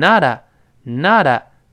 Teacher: 中间这个 t 又会轻轻浊化变成 nota